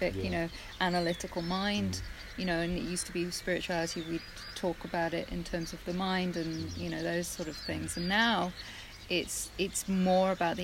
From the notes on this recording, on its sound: Please excuse the sound quality, we hope to improve but we hope you enjoy the birds!